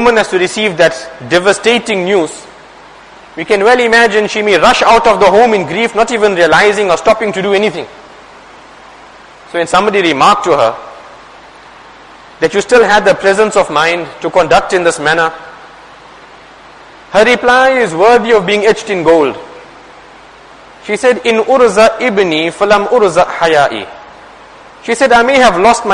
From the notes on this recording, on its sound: Jumuah lecture